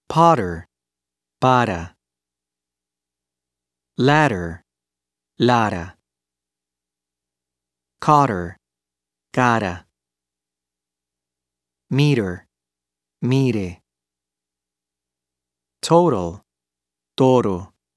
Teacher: The tongue touches the alveolar ridge behind the upper teeth once. · Term: flap